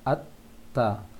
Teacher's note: ta tasydid tidak diberikan angin lagi, tapi ditahan